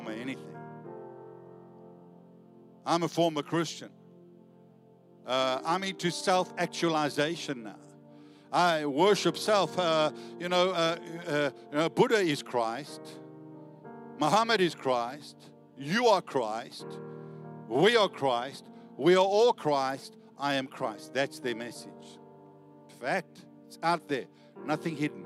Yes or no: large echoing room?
yes